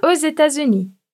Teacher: Aí nós teremos a liaison de X com a vogal que você já sabe, forma o som de Z. Exemplo, os États-Unis.